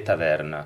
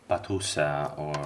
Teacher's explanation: our T is very sometimes very light, very Italian, very dental.